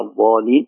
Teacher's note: أما الضاد من حافة اللسان وليس من طرف اللسان